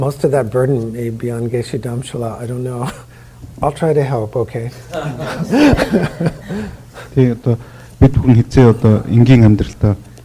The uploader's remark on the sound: public talks recorded in 2019 at Do Nga Dargey Temple of Lion's Roar Dharma Center